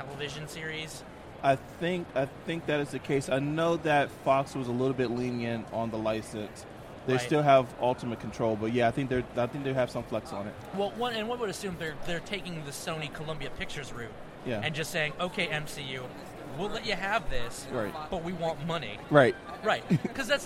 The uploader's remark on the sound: we're live at AwesomeCon 2016 talking to the crowds.